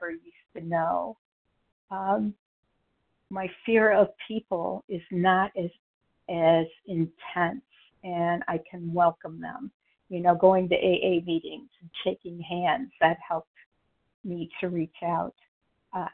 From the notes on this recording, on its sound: from the 100 Pounders Phone Meeting, 8/22/23.